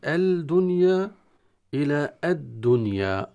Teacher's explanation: الدنيا اللام تعريف أدغم في الدال · Term: إدغاما شمسيا